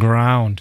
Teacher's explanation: A little ow, a little bit of vowel in there between gr and d.